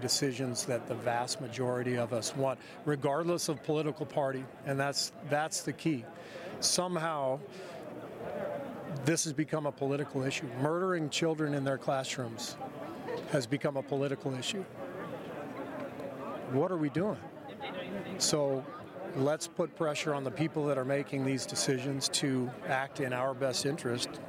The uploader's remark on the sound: we're live at Finals Media Day!